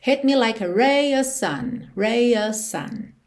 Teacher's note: A gente não ouve o V aí